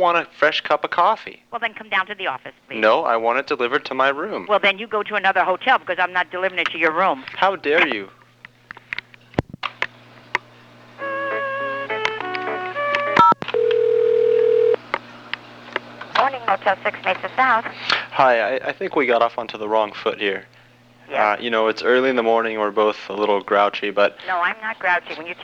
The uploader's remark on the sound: RBCP's Personal Prank Phone Calls Collection